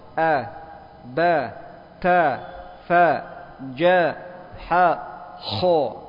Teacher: Jadi semuanya tipis kecuali kho, tebal. A, ba, datar semua suaranya.